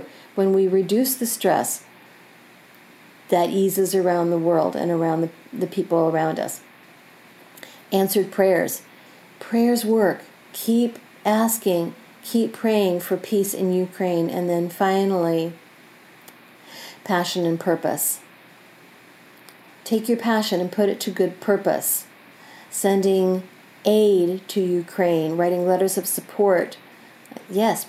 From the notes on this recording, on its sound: Recorded from my home, you will notice the sounds of my pets coming around to participate in the energy.